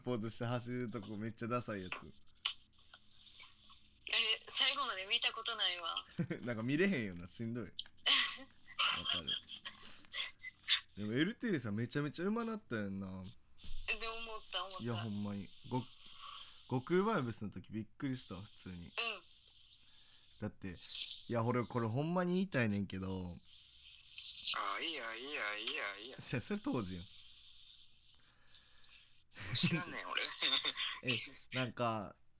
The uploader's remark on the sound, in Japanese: 今回は僕の体調不良のためリモートでの収録となっております。無料通話アプリを介しての収録となるので通常運転で音が悪くなっております。